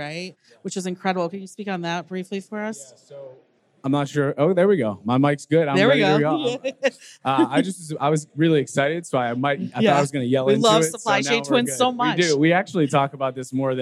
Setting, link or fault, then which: setting, busy venue